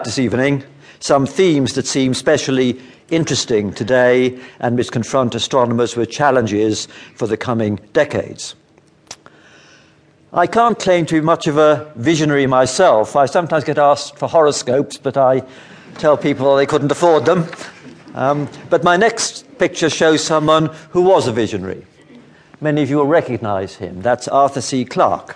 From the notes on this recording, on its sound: Speaking before a live audience at Melbourne University Melbourne, Australia.